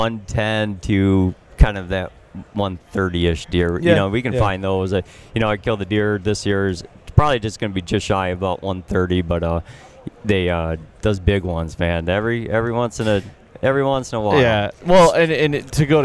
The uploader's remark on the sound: Working Class Bowhunter at ATA. While we where at the ATA show.